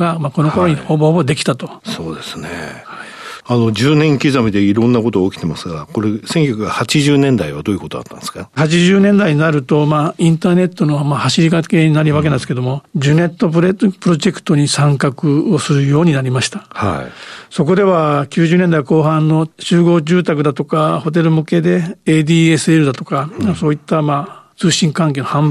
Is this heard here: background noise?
no